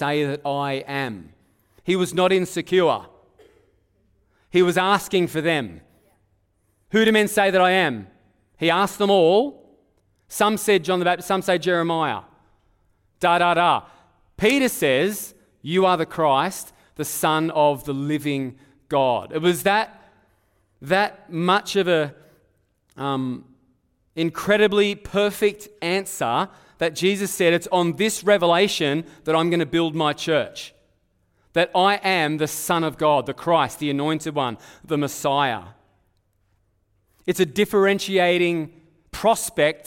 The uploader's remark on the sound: Live at Echo Church Melbourne